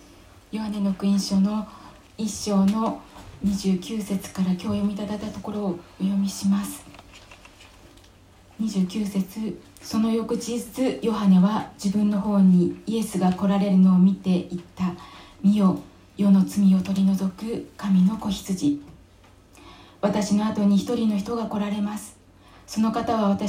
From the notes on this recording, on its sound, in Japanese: 2020/03/29吉備教会礼拝メッセージ録音です。